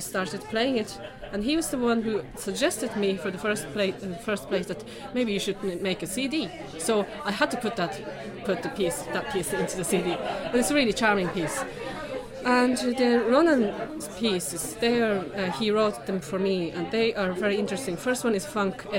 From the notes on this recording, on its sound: A short audio podcast recorded during the launch of Diatribe Records' Solo Series I.